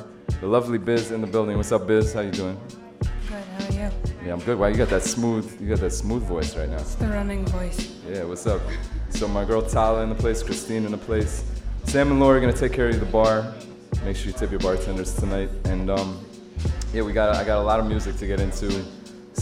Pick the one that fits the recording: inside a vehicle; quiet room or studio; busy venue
busy venue